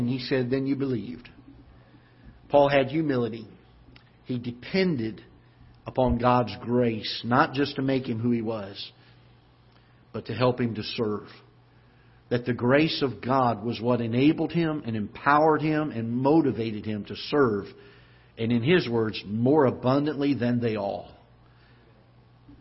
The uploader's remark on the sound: Ketha Heights Baptist Church ~ Live Broadcast.